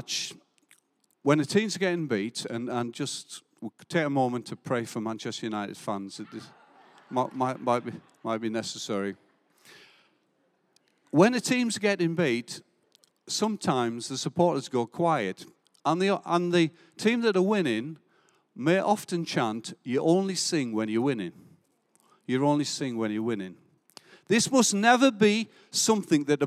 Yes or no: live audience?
yes